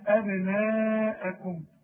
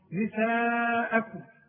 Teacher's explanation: لازم تمد المد ده اربع حركات اسمه مد واجب